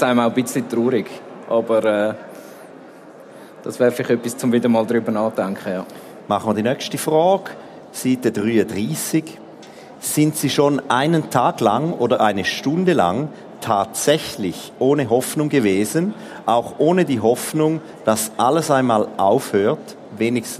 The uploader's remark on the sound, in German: im Live-Podcast an der Igeho